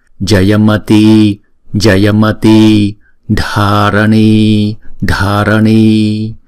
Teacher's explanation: Chữ A và chữ I này có dấu gạch ngang trên đầu, chúng ta phải đọc kéo dài 2 nhịp